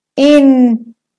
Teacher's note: So the E after the U is a schwa. It's just ence.